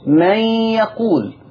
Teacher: فعندما نقول من يقول، فدخلت أو فدخل حرف النون في حرف الياء، يعني إحنا بنقسها بنقول بدل ما بنطق حرفين بنطق حرف واحد، فدخل حرف النون في حرف الياء · Term: الإدغام